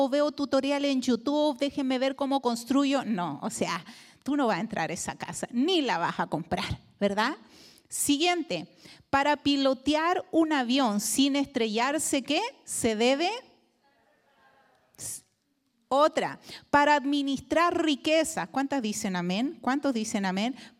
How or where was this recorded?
large echoing room